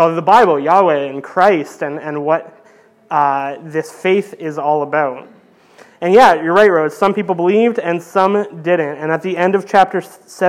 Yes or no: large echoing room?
yes